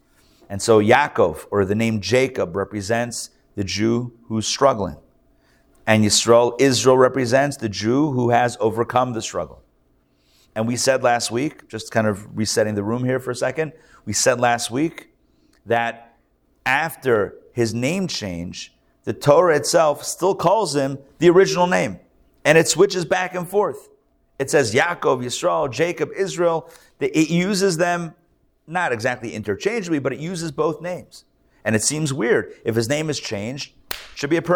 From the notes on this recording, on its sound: Recorded live at The Torah Center ATL.